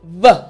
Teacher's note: it's very similar to the F sound. The one difference is you're going to vibrate your teeth or your mouth. So put your front teeth on your bottom lip and then vibrate. · Term: V sound